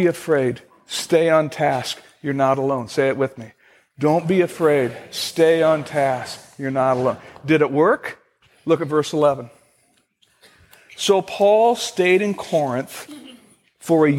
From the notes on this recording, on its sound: Originally recorded on May 10, 2015, at Fellowship Missionary Church in Fort Wayne, IN.